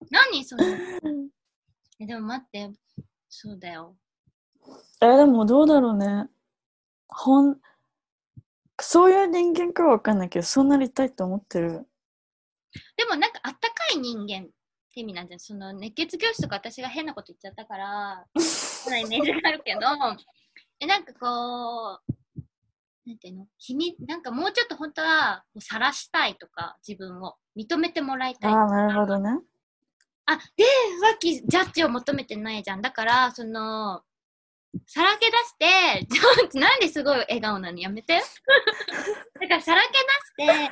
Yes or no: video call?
yes